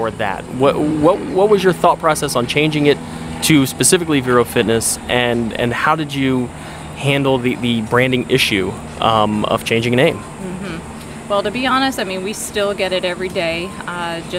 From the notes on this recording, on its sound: Vero Beach Social Media Pop-Up Podcast. We're live, on location at Chive in Vero Beach, Fl.